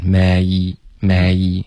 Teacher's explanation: 这个 may 的双元音滑动需要再滑的饱满一点